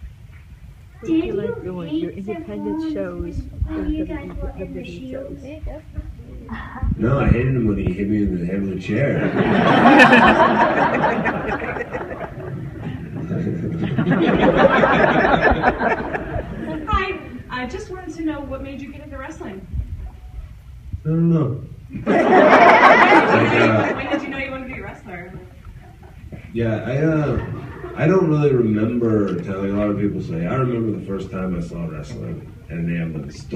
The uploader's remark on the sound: Q&A at Wizard World Pittsburgh 2015